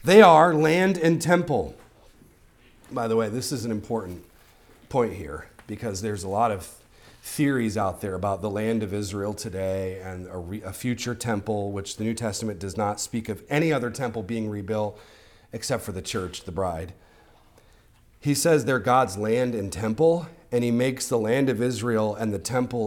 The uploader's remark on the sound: Recorded on Sunday, February 11th, 2024, at the weekly worship gathering of Cross & Crown Church.